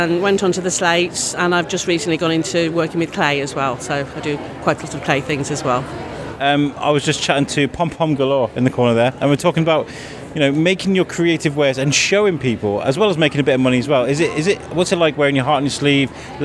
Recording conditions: busy venue